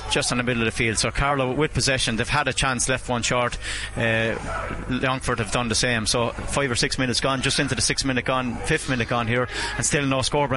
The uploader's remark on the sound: We were in the stands in Laois Hire O'Moore Park, Portlaoise. Live on air, online, and in the KCLR app.